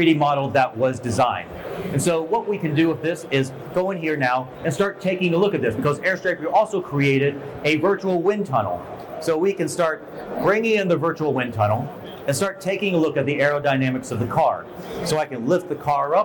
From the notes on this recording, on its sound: At IBC 2023, we are on the Vizrt stand.